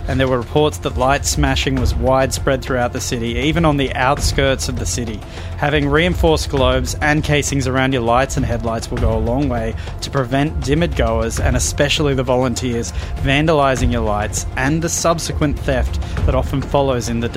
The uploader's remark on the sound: We’re broadcasting LIVE from the Chatswood Chase Genius Bar!